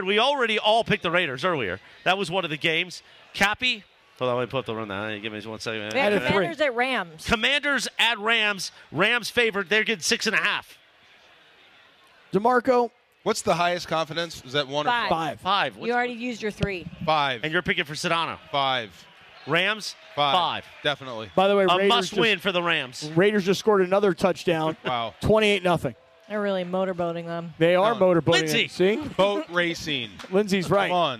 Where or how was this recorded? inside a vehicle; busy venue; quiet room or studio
busy venue